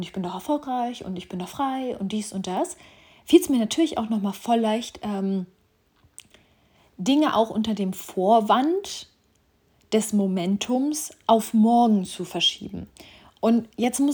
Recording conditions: phone or laptop microphone